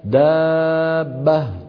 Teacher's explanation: الآن أنا نطقت الباء الأولى بالتلامس، والتلامس لا يعطي صوتا، الصوت لا يأتي إلا مما سماه ابن سينا القرع، تبهنا كيف؟